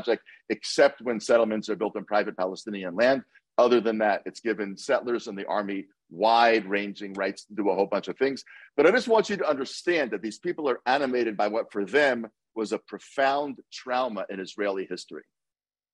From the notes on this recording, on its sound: Above is an excerpt from that Zoom conversation.